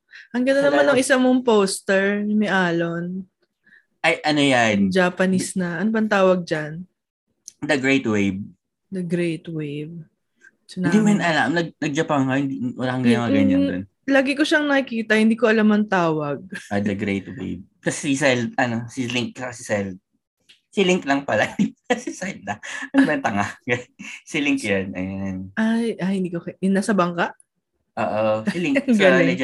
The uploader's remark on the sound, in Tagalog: Pagkapasok namin sa zoom meeting